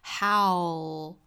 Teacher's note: 上做一个改良，也就是上下的开口度更大，啊，过渡到一个这样的音 ow，而不是简单的 ow。我们在发 ow 的时候其实口型没有到位。那 how 这个词除了要注意发这个 ow 这个双元音之后呢，结尾的这个舌位还是要注意的，是舌侧音的舌位，也就是舌尖的位置上齿龈抵住的